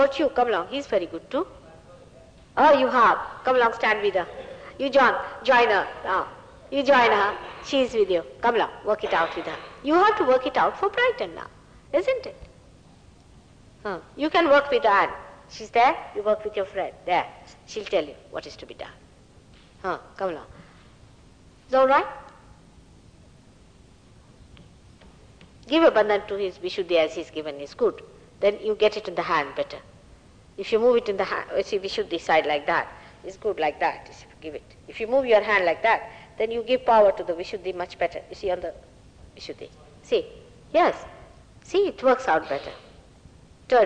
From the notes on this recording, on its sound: at a Sahaja Yoga public program in the Brighton Pavilion, Brighton, England